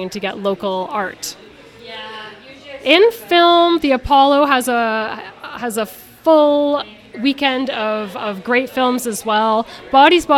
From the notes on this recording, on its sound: On the Scene is live from Jane Bond!